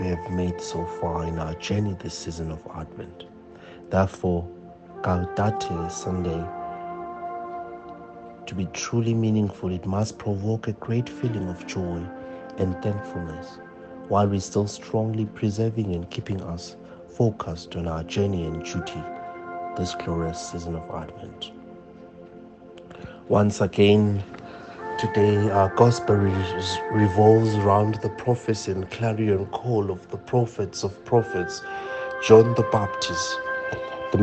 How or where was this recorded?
large echoing room